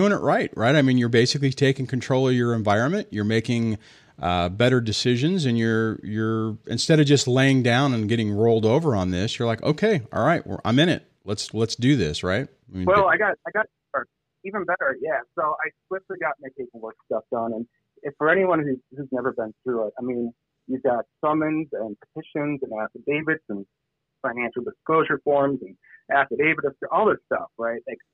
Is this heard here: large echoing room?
no